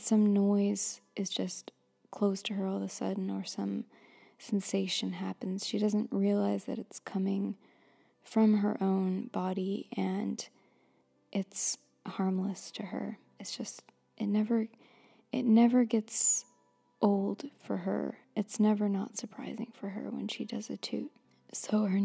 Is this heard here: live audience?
no